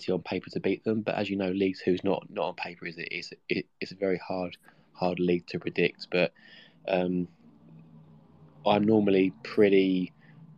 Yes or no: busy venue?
no